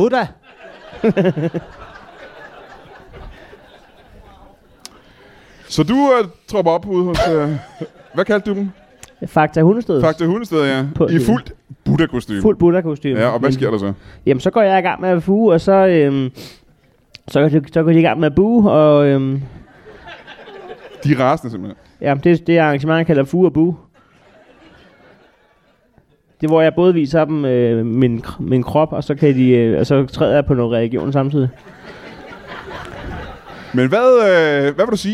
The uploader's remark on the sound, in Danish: LIVE fra Ramsømagle